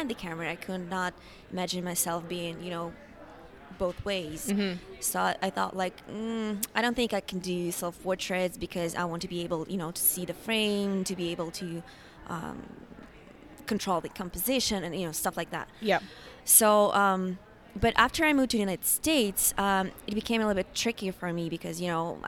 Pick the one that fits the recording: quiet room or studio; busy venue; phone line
busy venue